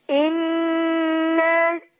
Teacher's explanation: النون المشددة بنديها غنة حركتين. أقول إنا هكذا.